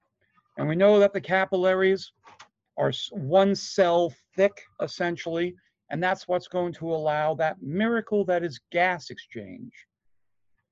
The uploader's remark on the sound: Online Session Audio.